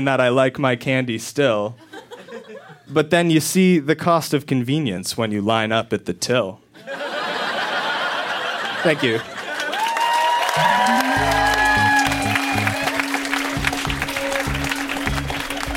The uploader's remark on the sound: Recorded live at Yuk Yuk's in Ottawa.